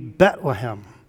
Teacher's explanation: Most people would say Bethlehem, which is probably the right and correct pronunciation, but the Hebrews, the Jews, would drop the H on the first syllable. It would be Bethlehem, no H there.